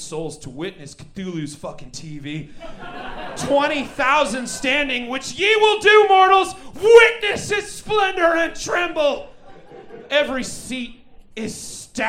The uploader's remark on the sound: Recorded LIVE at Chicago’s Historic Green Mill Lounge on September 23rd 2023